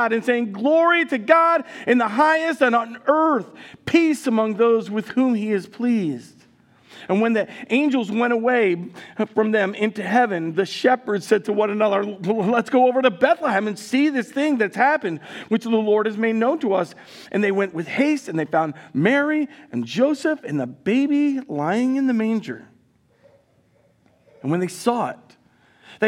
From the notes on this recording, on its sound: Recorded live at Word of Life Church in Le Sueur, Minnesota, on August 6, 2023